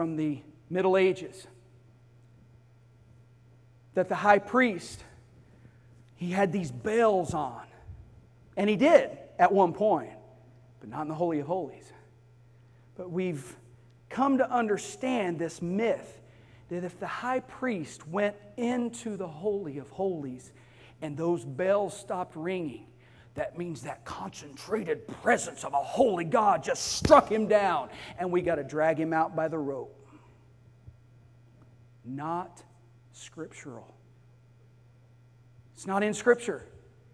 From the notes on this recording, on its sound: Sunday morning service